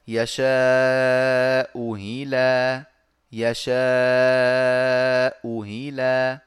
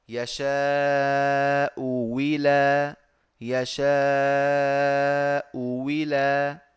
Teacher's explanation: كان يبدل الهمزة الثانية واوا مكسورة · Shown in: second take · Term: إبدال